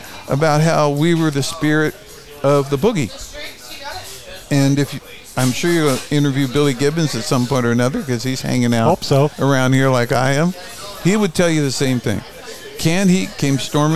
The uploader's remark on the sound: Recorded in the center of the Coachella Valley universe, Little Bar. Recorded in the center of the Coachella Valley universe, Little Bar.